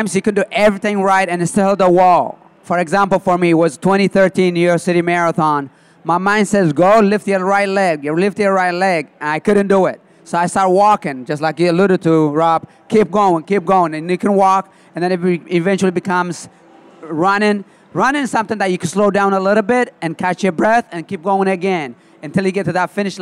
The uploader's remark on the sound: Live from The TCS New York City Marathon Expo Presented by New Balance. Take live questions.